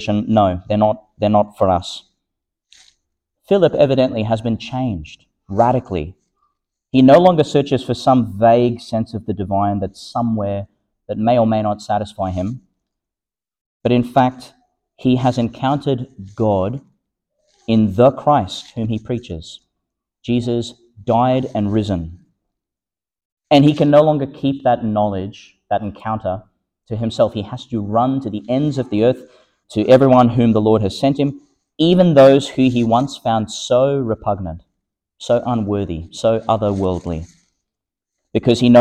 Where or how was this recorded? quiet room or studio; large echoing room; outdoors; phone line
large echoing room